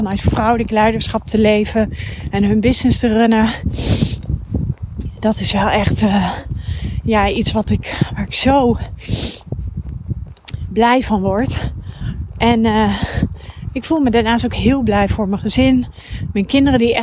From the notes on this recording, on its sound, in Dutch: een mooie nieuwe podcast die ik tijdens het wandelen heb opgenomen